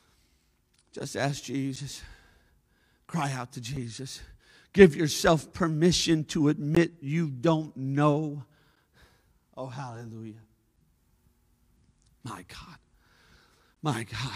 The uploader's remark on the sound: A service recording from Connect Point UPC! We are located at 21441 Marble Road Eagle Lake, MN, and are affiliated with the United Pentecostal Church International.